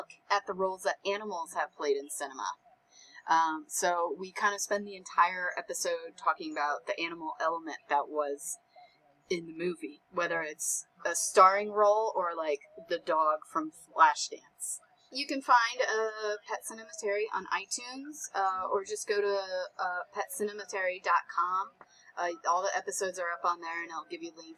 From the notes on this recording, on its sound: There were issues with sound on this episode.